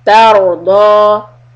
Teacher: The ra sukun will be heavy. It is preceded by fatha.